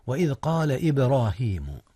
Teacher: قلقلة جاءت هنا في باء إبراهيم